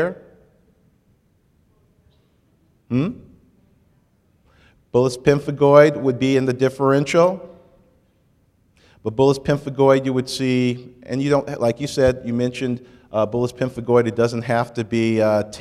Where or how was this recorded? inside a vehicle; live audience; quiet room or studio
live audience